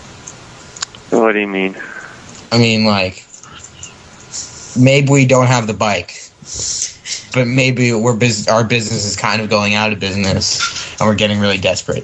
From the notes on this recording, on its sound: Prank Phone Calls Collection